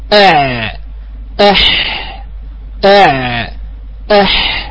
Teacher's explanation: من وسط الحلق يخرج حرفان، وهما حرف العين والحاء